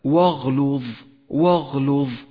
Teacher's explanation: حرف اللام المرقق ثم حرف الضاء المفخم فقرأ هكذا واغلظ واغلظ ولاحظ أن حرف اللام المرقق توسط بين حرفين مفخمين · ولاحظ الواو المرققة جاءت بعدها همزة الوصل التي لا تلفظ والتي لونت باللون الرمادي إشارة إلى سقوطها من النطق بعد ذلك